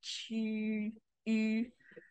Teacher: So if you say E, or like cheese, but then you close your mouth like you're, or rather, if you put your mouth like you're going to say choose, but then you make the E sound instead, you say tu. · Term: rounded E